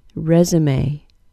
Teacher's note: The vowel sound in the first syllable of resume is a short E sound, and it's stressed. Then there's a Z sound, then schwa, then the final syllable is pronounced may, with a long A.